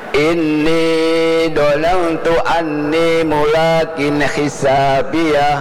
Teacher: Ini adalah nun sukun ketemu dengan huruf ta. Berarti namanya ikhfa, disamarkan nunnya ke ta dan diberikan hak untuk sedikit dengung juga.